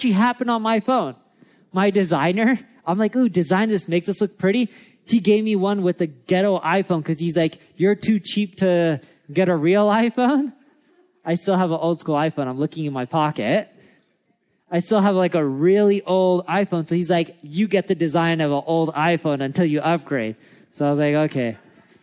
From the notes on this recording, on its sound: Recorded at our Marketing School Live event in LA.